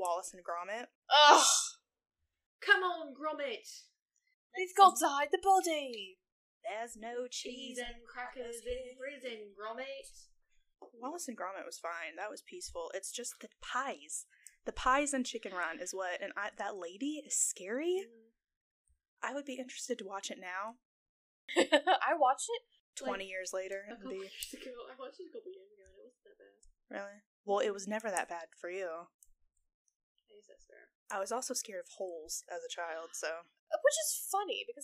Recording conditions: poor sound quality